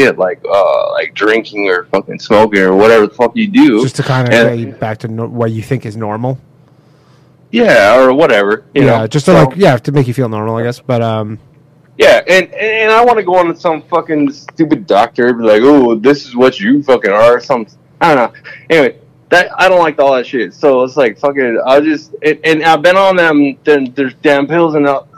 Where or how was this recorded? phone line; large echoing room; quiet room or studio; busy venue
phone line